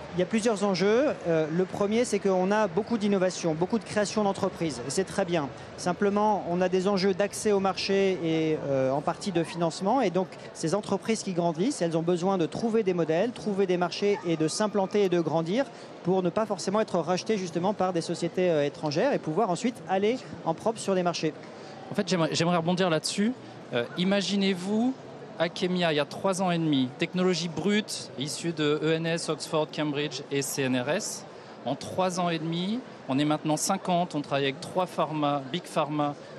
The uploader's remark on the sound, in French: Émission spéciale en direct du BIG, le plus grand rassemblement business d’Europe